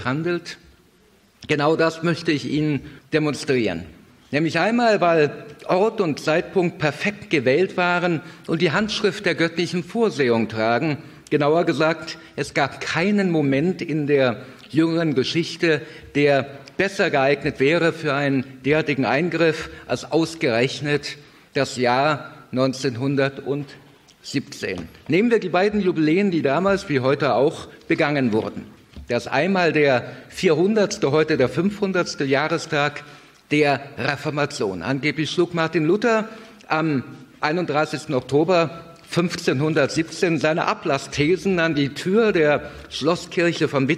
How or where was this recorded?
live audience